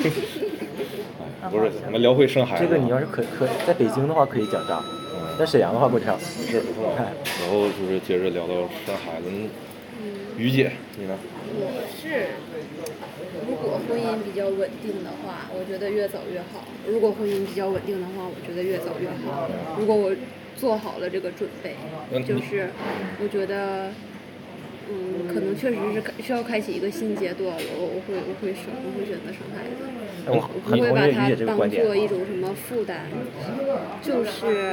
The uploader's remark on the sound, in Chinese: 这一期在麦当劳录的，可能会有很大的杂音。